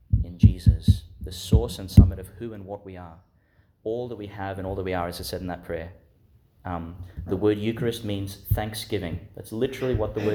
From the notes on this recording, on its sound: delivered in the Chapel of St Vincent's Aged Care, Bardon, Brisbane, Qld.